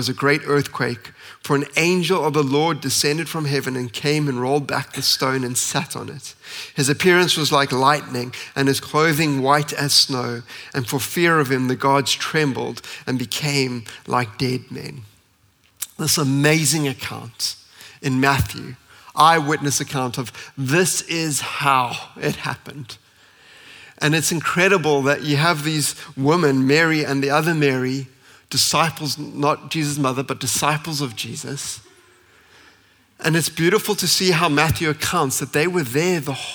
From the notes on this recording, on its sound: at Common Ground Church Rondebosch on the 9th of April 2023.